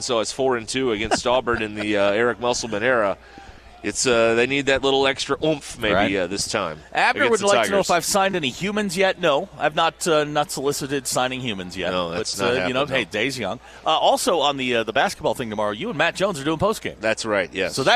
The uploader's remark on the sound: We are live at the NWA Boat and Outdoor Expo.